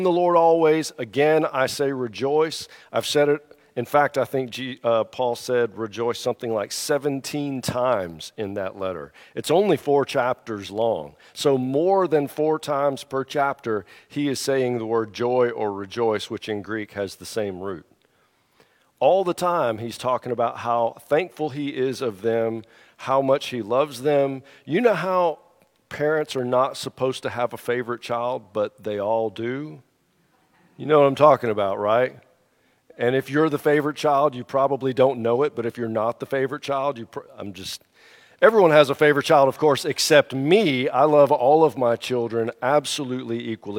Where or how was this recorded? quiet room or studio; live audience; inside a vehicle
live audience